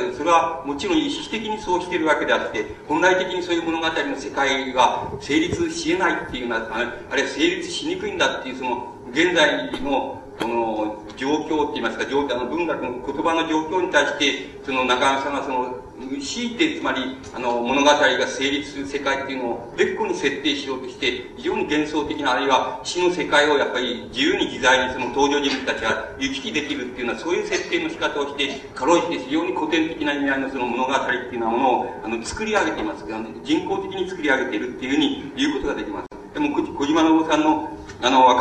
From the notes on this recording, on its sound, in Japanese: 場所：千代田区一ツ橋・一橋講堂。82現代短歌シンポジウムin東京 として２日間にわたり開催された シンポジウム幕開けの講演。録音者の手元ノイズが入っている。